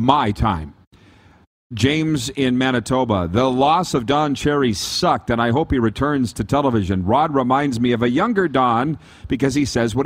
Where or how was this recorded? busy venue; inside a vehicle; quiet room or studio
busy venue